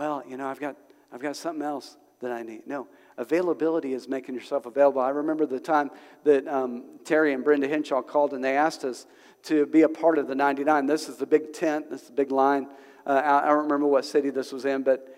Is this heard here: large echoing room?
yes